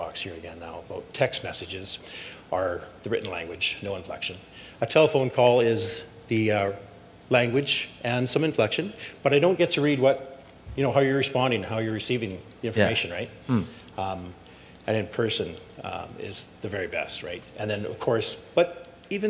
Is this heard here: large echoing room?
yes